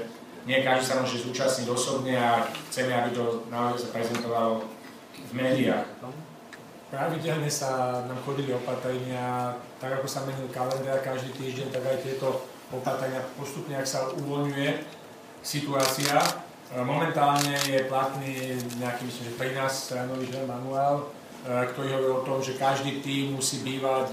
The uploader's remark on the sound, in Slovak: Audio vyjadrenie riaditeľa pretekov Okolo Slovenska z júnovej tlačovky